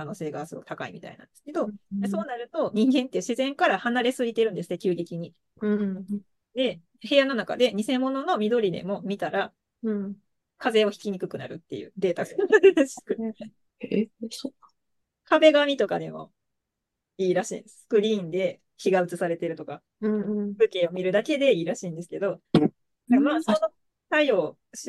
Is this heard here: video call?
yes